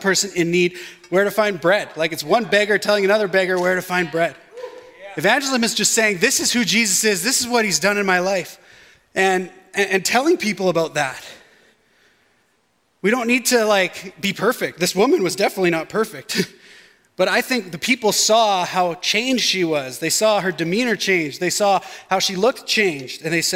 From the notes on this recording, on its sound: shared this message at West Meadows Baptist Church for our Edmonton Gathering in October, 2022.